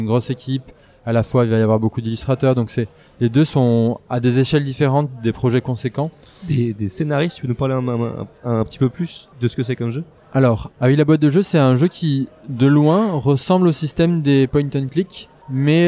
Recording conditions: busy venue